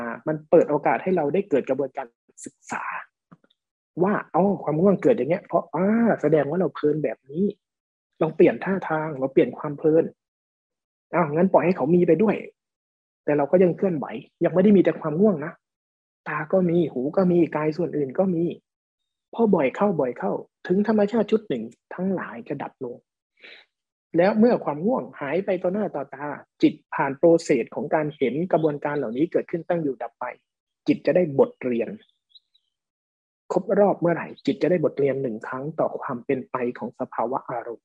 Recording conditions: video call